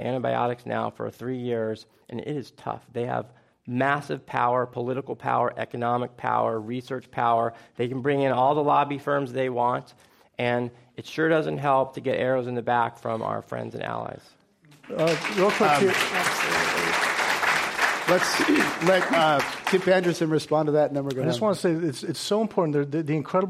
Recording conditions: live audience